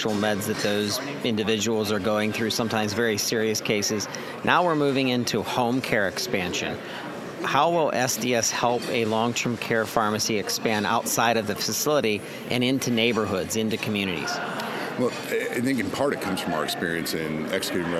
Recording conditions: busy venue